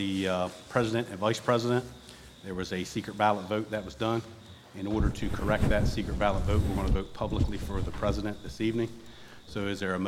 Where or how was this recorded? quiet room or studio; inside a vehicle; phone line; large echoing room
large echoing room